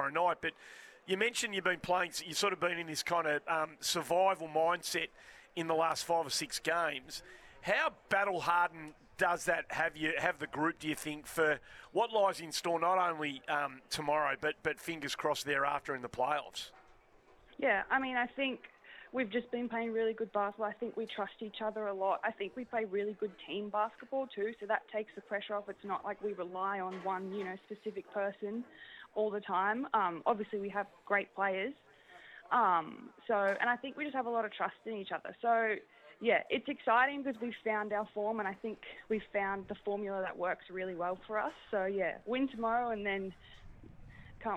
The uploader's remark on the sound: live from St Kilda v Essendon practice match